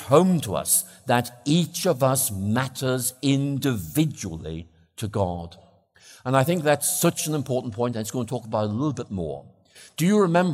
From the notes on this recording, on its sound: plenary talk on Friday evening 20th October at The Veritas Conference 2023, Norway